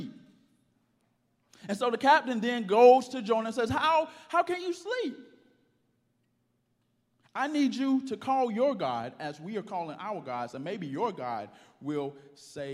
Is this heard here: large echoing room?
yes